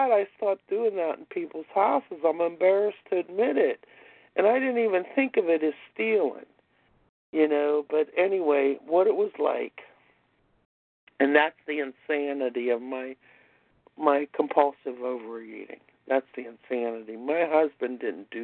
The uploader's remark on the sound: 100 Pounders Phone Meeting